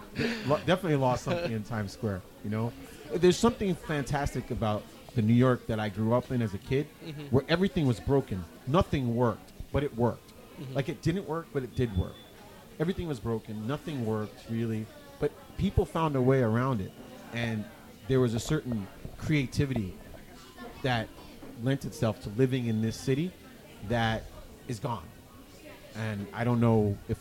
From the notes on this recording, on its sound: at the KGFC Filmmakers Lounge hosted by Ateaz Organic Coffee & Tea